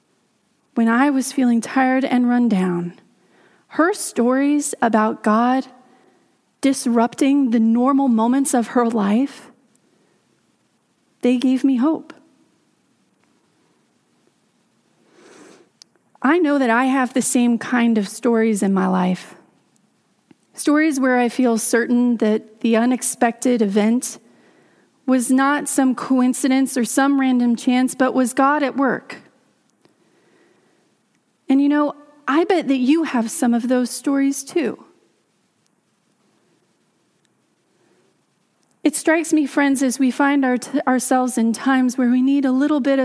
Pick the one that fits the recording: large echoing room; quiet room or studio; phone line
large echoing room